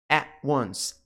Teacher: O T do at é mudo.